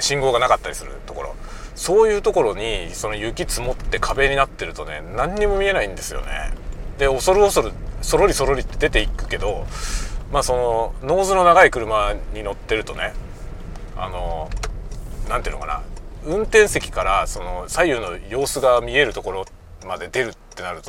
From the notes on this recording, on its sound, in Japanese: 昼休みにガソリン入れに行く実況。ガソリンスタンドに行きながら車の中でしゃべりました。Stand.fm。